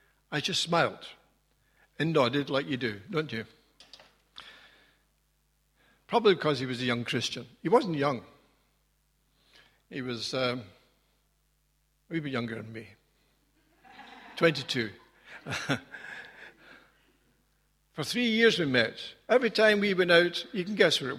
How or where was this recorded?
large echoing room